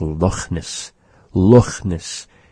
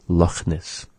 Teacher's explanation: It's sort of a raspy sound, resembling slightly an H sound.